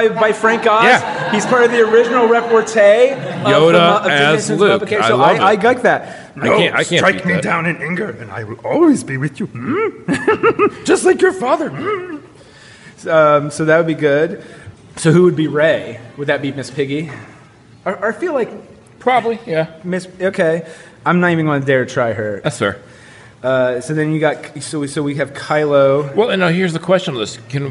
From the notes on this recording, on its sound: live at the West Grandview Fringe festival